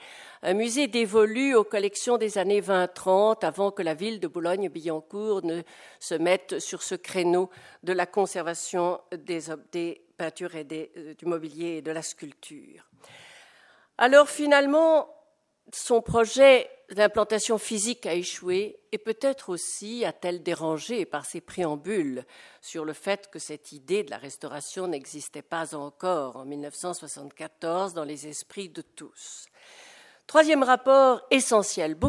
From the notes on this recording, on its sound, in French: Intervention enregistrée le 24 novembre 2010 dans le cadre du colloque